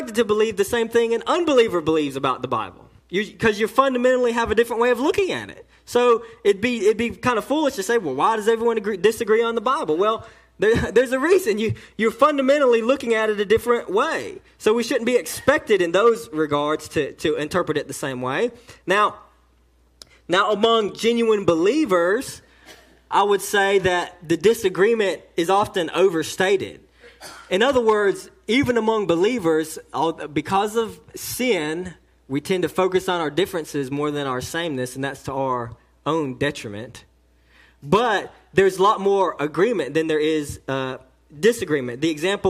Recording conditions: large echoing room